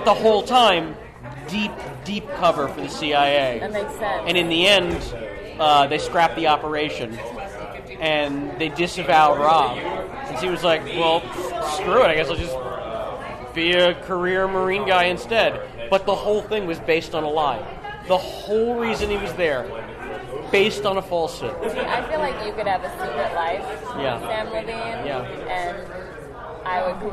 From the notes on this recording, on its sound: open the show live from Big Slick Ten